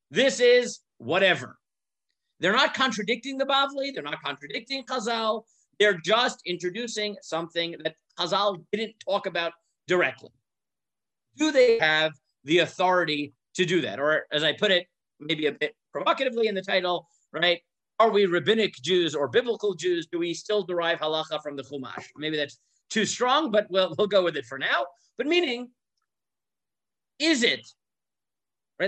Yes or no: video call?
yes